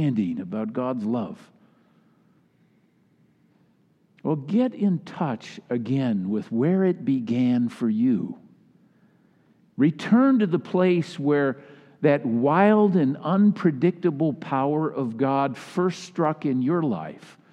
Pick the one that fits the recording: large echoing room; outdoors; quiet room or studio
large echoing room